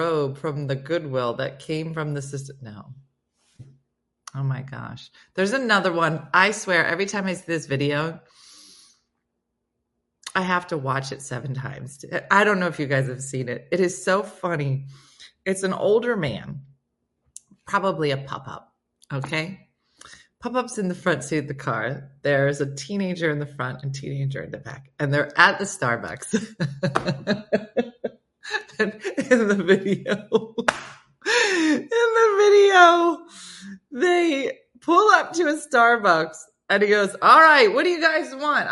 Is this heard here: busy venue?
no